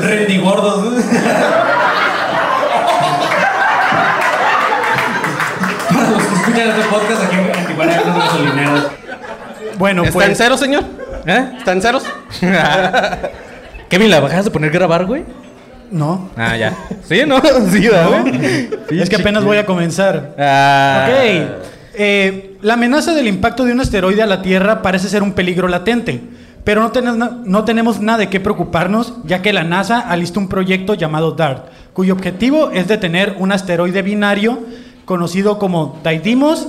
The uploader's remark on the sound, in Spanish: En Vivo Tijuana